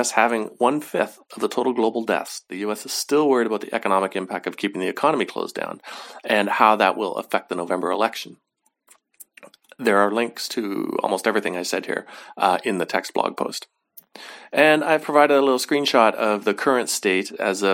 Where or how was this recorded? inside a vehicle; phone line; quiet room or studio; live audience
quiet room or studio